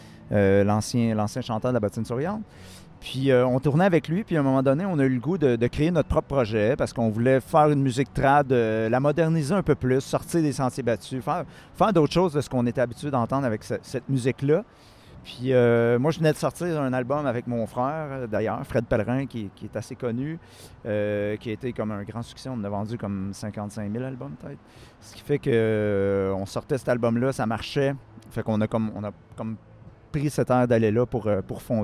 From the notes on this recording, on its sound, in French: En direct du Festival du Bois 2023! Écoutez des entrevues avec les musiciens, artisans, spectateurs et bénévoles.